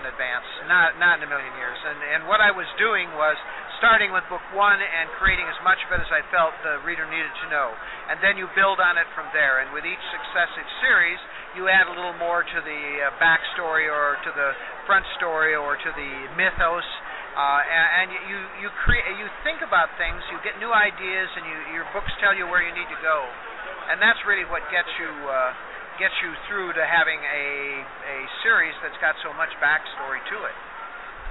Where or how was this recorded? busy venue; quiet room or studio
busy venue